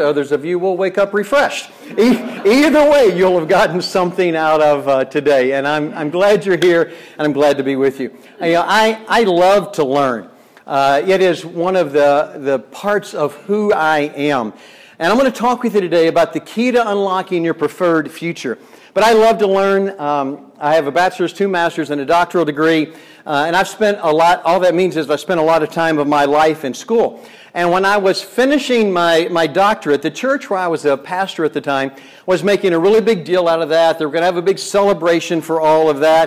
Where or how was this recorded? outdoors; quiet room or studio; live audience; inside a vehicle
live audience